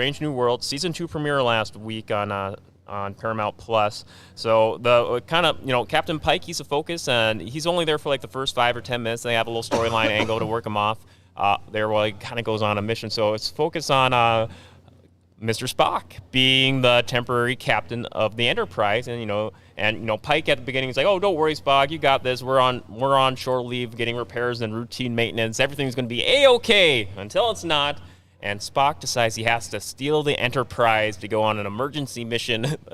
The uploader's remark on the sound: Live from Grand Forks Fairgrounds! We are live from the Greater Grand Forks Fairgrounds!